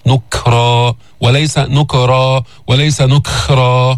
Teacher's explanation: جيب الشدة في الكاف بعدين الهمس